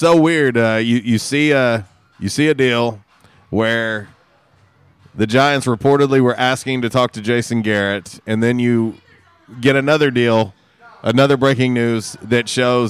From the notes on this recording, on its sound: LIVE from JTown's Grill!